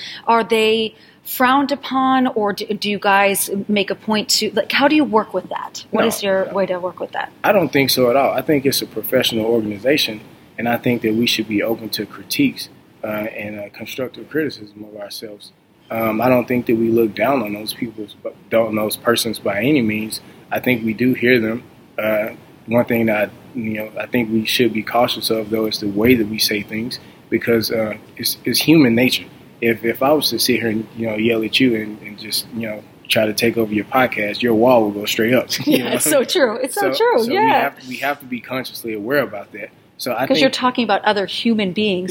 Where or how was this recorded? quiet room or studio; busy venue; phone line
busy venue